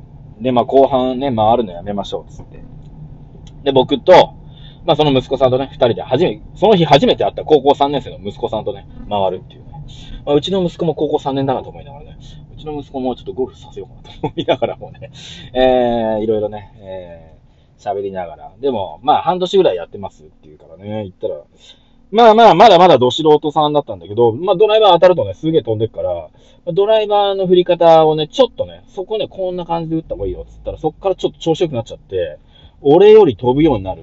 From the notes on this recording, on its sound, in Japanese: 音割れすいません